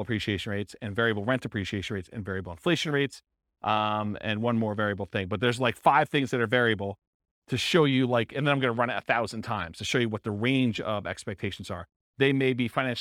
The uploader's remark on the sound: This was a live class recorded.